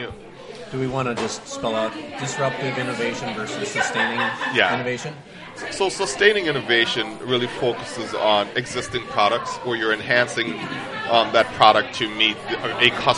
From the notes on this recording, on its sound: It's our last podcast from Paradise Perks in Irvine.